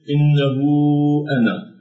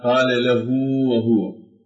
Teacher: فإذا جاءت قبل حرف متحرك فلها أيضا حالتان: إما أن يتقدمها حرف متحرك، وهذه الحركة تكون بالفتح أو بالضم، فإنها توصل بواو إشباع، بإشباع الحركة. هذه الواو تأتي من إشباع حركة الضمة فتنقلب إلى واو عند جميع القراء · Term: هاء الكناية